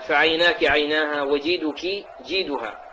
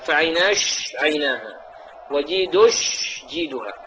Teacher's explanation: هذه الكاف ملحونة، وبعضهم ينطق الكاف جاء في لغات العرب إبدال الكاف شينا خالصا · Shown in: second take